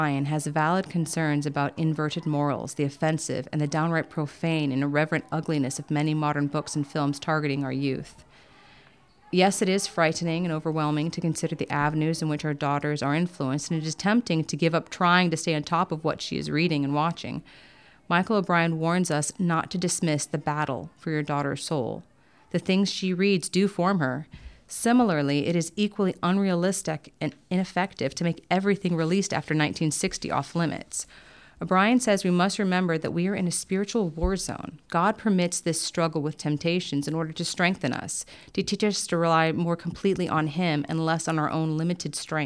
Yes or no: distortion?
no